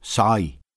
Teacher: More open first element